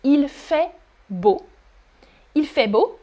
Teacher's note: you can see that the final T is not pronounced